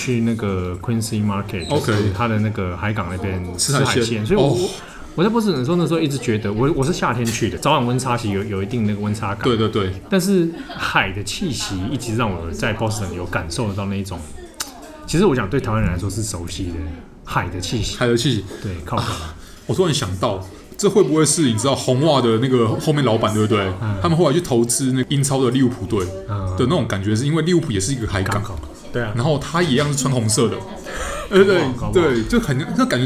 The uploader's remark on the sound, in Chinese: 本集白噪音指數：柔風級 3/5。剛踏入這家文具店錄音時，原本以為現場不太能打擾到其他客人，而輕聲細語了一分多鐘，但後來——後來就放開來聊哩。錄音地點：直物文具 Café。